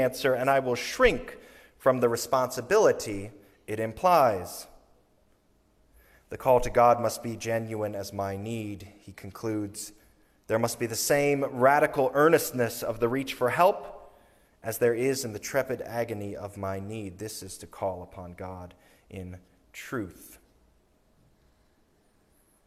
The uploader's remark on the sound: Sermon recorded on Sunday, January 29, 2023.